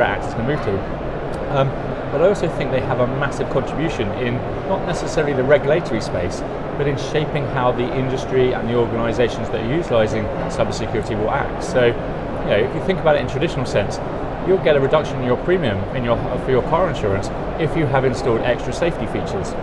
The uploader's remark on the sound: Infosecurity Europe 2023, London, England. Live on-location from Infosecurity Europe 2023.